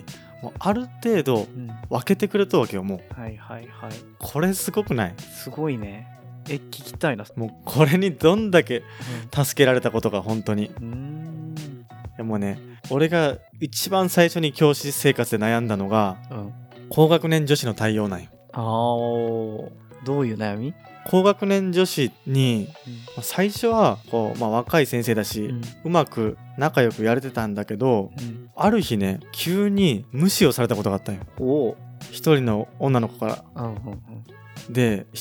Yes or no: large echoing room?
no